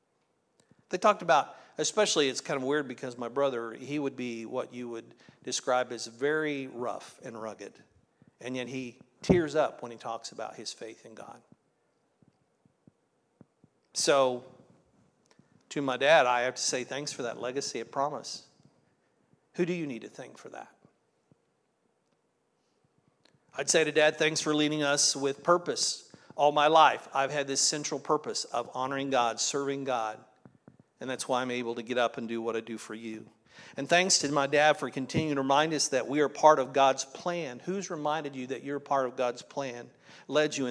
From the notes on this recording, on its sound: This was originally recorded at Palestine Church of Christ on Oct 22nd, 2023.